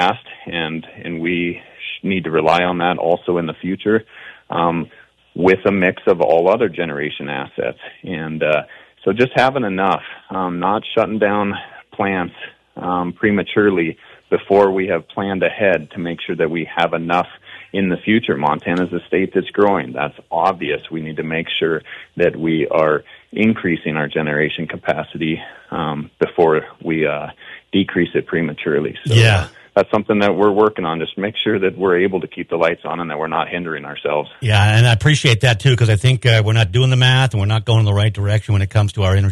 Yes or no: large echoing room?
no